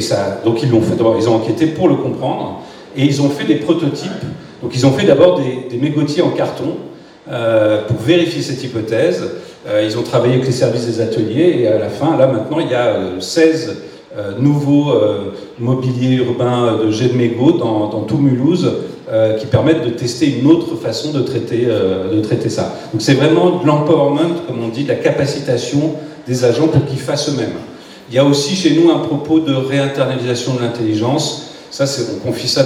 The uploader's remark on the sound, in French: Echanges avec le public.